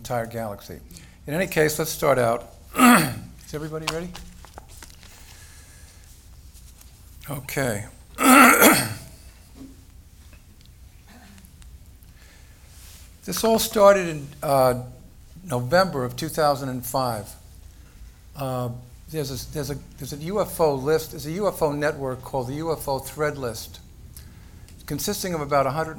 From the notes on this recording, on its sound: This lecture was recorded at the 2015 Alien Cosmic Expo in Brantford, Ontario by The Digital Broadcast Network, a division of REL-MAR McConnell Media Company.